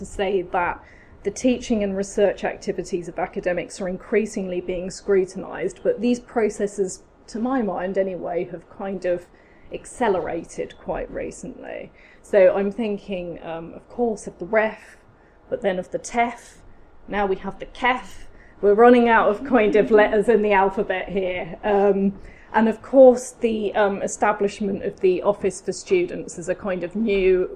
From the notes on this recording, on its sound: Speaks at SRHE Higher Education Policy Network Event - Casualisation and the academy: Considering the implications for academics, students and higher education policy.